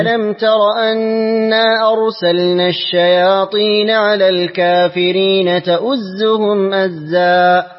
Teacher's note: قرأت لقالون بقصر المنفصل وإسكان ميم الجمع في قوله تعالى الكافرين.